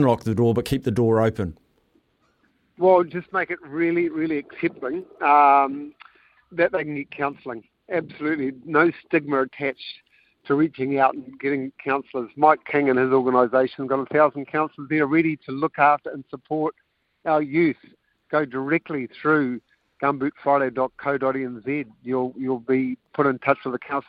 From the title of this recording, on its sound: LIVE from the road